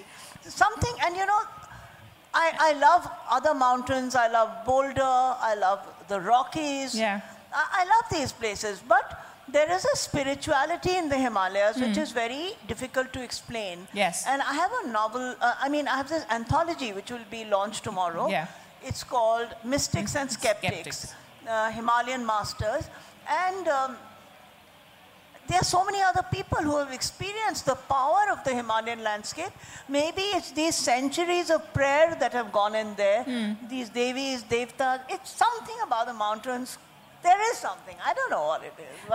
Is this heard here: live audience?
yes